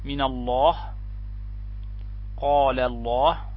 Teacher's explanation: فإنها تفخم في حالتين: إذا وقع قبلها حرف مفتوح مثل قوله تعالى من الله قال الله، فهذه تفخم، أو وقع قبلها حرف مضموم